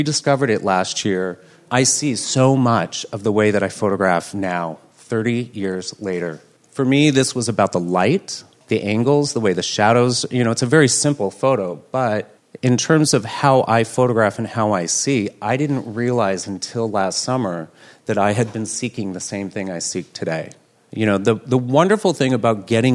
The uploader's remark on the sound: LA Street Week 2017. Two days were dedicated to presentations by these photographers about their experience and approach to the art of working on the street. The Candid Frame was graciously given permission to record the presentations.